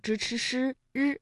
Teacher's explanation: 就是由舌尖向上翘起和硬腭的前部相接触，气流受到阻碍形成的一种辅音 · Term: 翘舌音